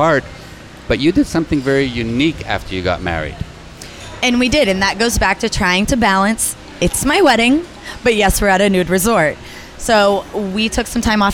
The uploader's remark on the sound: On location at Hedonism II Resort in Negril Beach, Jamaica, during Young Swingers Week.